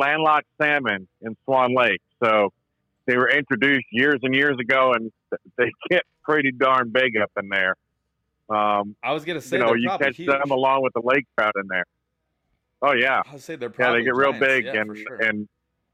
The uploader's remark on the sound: they take some hotline calls from the usual and not so usual suspects